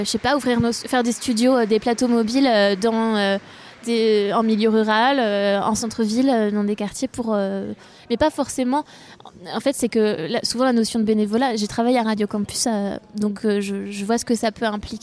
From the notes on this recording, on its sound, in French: Emission plateau en direct des Assises 2023